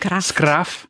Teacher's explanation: med b'et til sidst, som bliver til et f i skraf